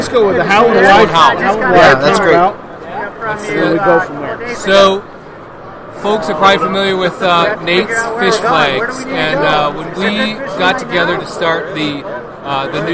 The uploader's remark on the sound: Live from the Denver Fly Fishing Show